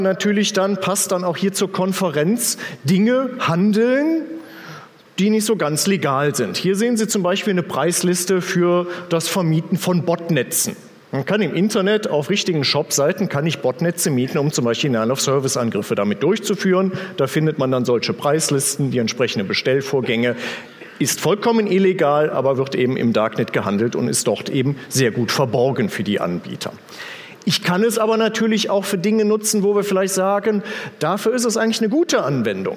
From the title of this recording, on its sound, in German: auf dem Magenta Security Kongress 2018